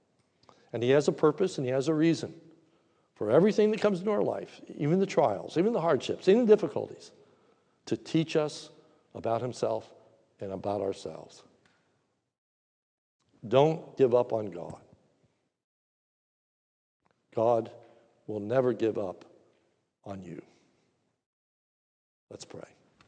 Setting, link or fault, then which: setting, large echoing room